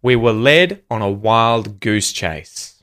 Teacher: with those kinds of compound nouns where you've got multiple words, goose chase, it's usually the first word that gets stressed